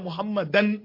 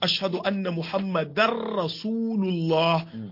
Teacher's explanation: ce ashadu anna muhammadar rasulullah ba a ce muhammadan nan ma domin tanwini ne ra'un tazo idgham bi ghairi gunna · Shown in: second take